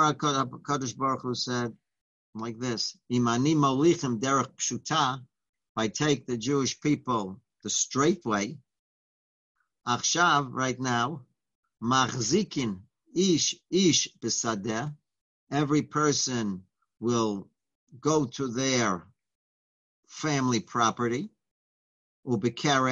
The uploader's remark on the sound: Live On Zoom